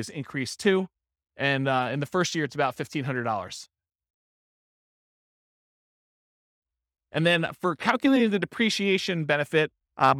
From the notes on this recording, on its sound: This was a live class recorded